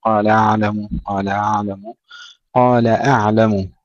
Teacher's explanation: قال أعلم، قال أعلم، نفصل الهمزة عن العين، نقول قال أعلم، قال أعلم، قال أعلم، نحقق الهمزة ونفصلها عن العين